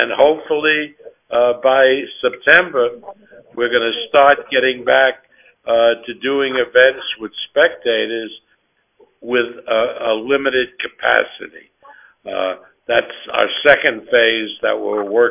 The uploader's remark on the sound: Media Conference Call.